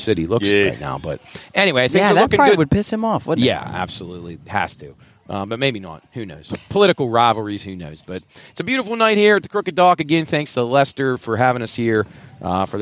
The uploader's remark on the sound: LIVE from The Crooked Dock in Wellsburg, West Virginia. To help celebrate in The Wellsburg Bridge grand opening.